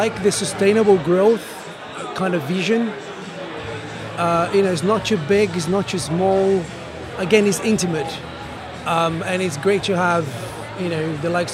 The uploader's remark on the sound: The first of three episodes recorded at Fintech Talents, that we produced in partnership with Andaria, experts in scalable embedded finance solutions. The event took place at The Brewery, London in November where we recorded a series of interviews from Andaria's booth with a number of the speakers and attendees.